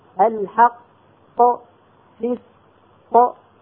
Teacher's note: الذي قلقل هو القاف الثانية، الأولى باقية على حالها.